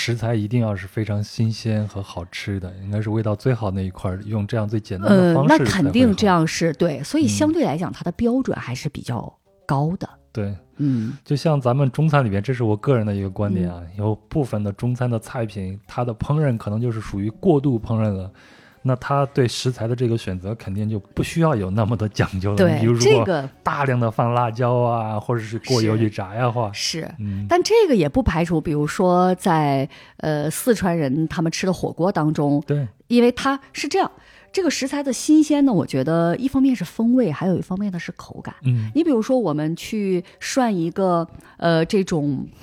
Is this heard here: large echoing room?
no